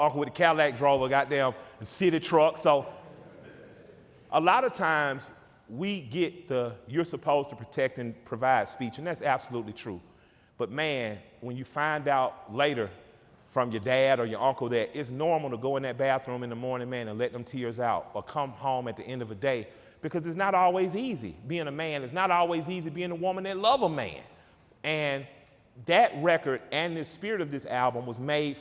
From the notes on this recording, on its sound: Sat down together in Atlanta in front of a live audience. The room was packed with fans sipping on Tres Generaciones Tequila.